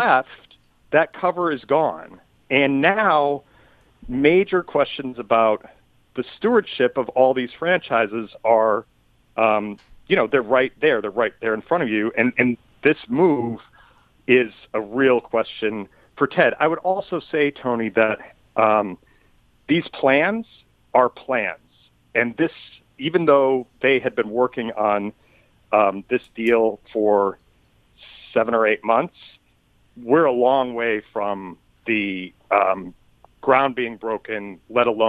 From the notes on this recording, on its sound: Phones. Call in with their weekend picks.